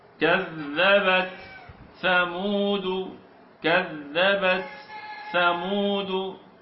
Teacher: أولا نقرأ التاء بكل صفاته حتى بصفة الهمس، وكأني سأقف عليها وقوفا كاملا